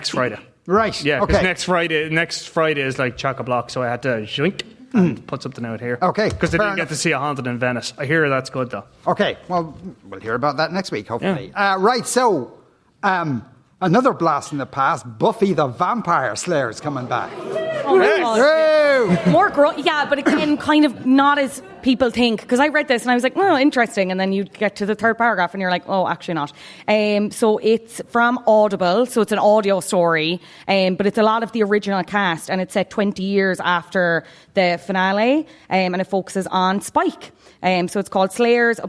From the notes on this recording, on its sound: LIVE from Athlone Springs Hotel